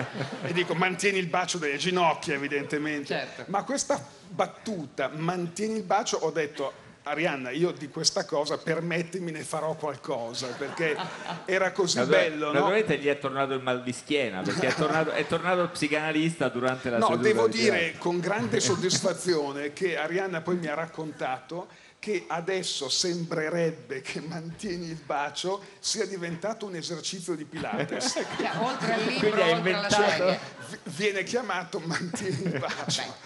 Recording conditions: busy venue